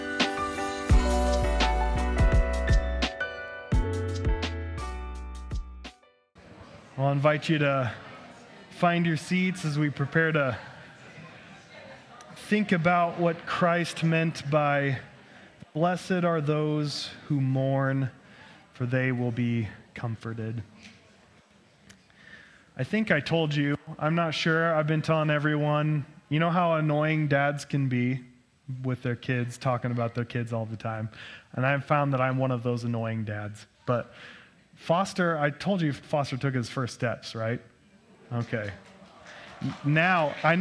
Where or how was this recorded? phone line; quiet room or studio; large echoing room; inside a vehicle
large echoing room